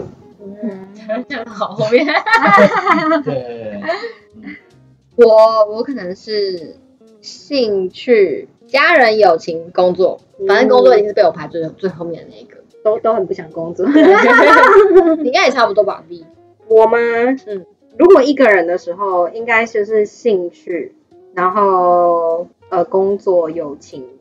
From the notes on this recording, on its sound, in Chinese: 本集內容因技術問題，音質不如預期，致上十二萬分歉意。